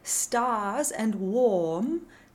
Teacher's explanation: in words like stars and warm, there's no R sound at all